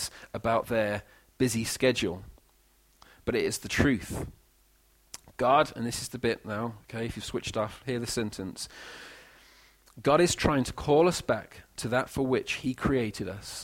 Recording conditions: large echoing room